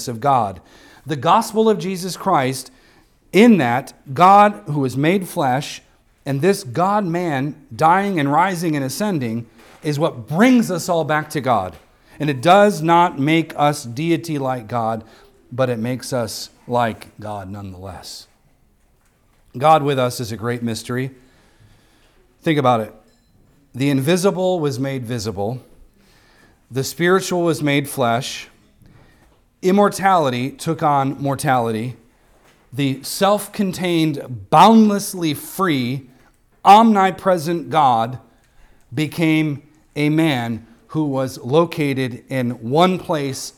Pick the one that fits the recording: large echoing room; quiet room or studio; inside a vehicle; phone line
large echoing room